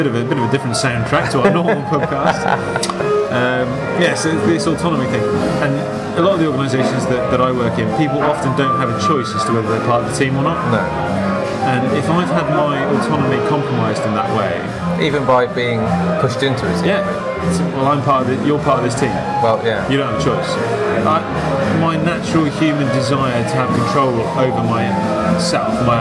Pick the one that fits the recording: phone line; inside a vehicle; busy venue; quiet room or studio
busy venue